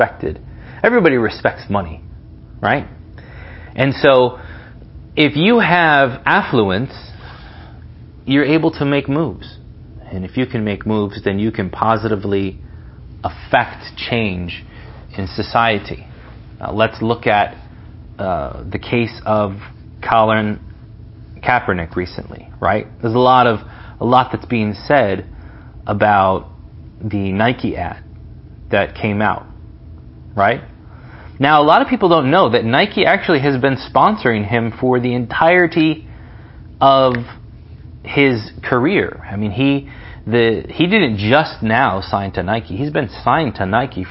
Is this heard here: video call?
no